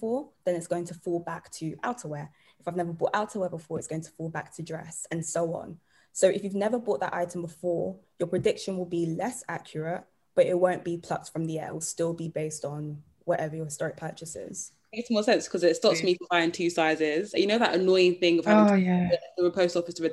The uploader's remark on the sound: Over the weekend, we hosted our first-ever Zoom party to exclusively launch our product with our V.I.P's.